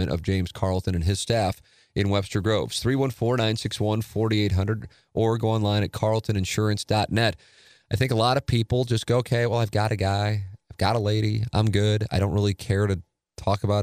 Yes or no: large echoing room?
no